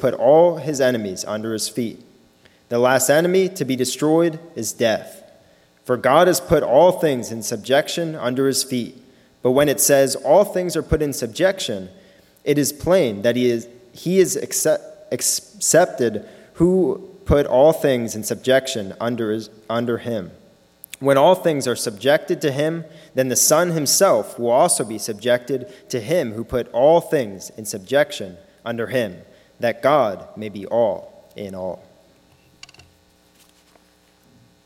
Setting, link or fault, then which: setting, large echoing room